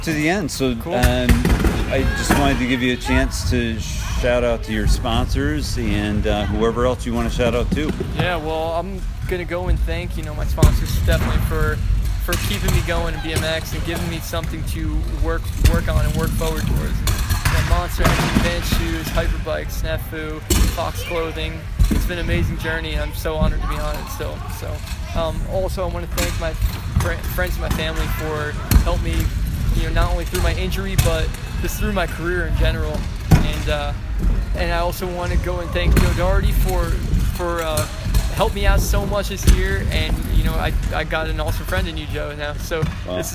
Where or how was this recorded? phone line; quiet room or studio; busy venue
busy venue